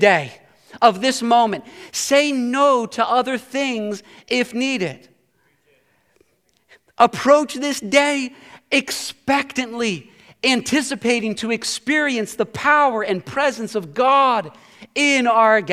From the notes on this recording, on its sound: Preached this sermon at Covenant Fellowship Church on January 8, 2023.